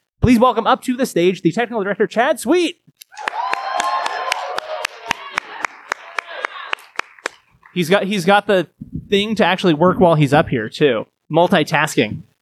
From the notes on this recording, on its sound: This episode was recorded live at Reno Little Theater in Reno, Nevada. Recorded live after the July 7 performance of Seussical. Thank you to those who attended.